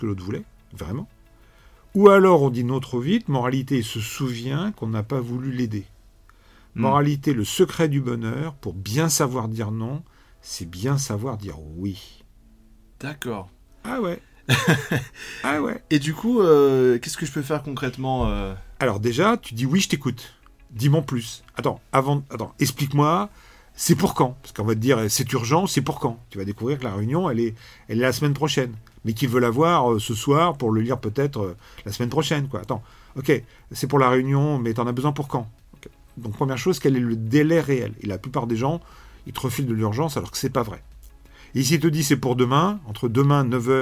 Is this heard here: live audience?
no